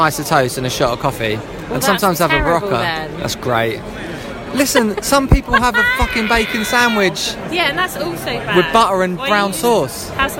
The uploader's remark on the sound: live from the Fortnum & Masons bar at The Royal Exchange in the City of London